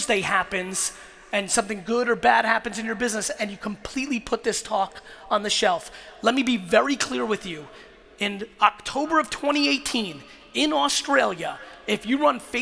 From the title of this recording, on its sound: Melbourne 2018 Keynote